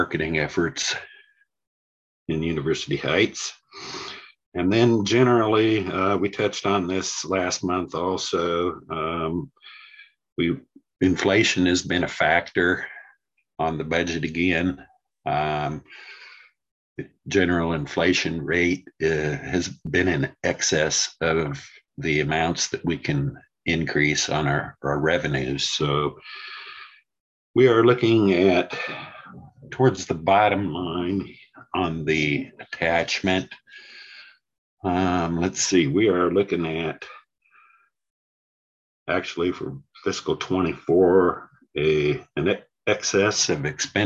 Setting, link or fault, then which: link, video call